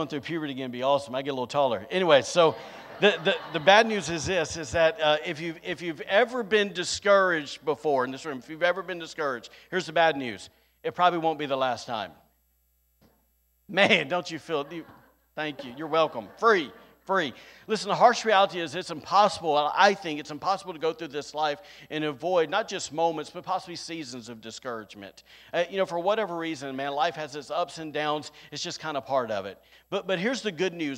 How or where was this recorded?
live audience